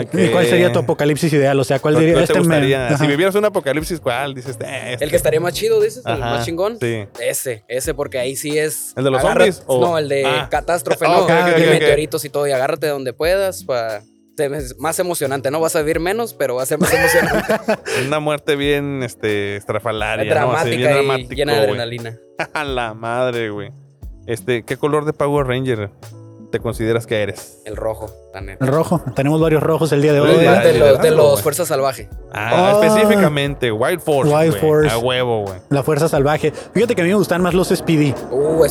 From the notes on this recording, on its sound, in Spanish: Grabamos este episodio en la conferencia de prensa. Previo a su concierto en tijuana.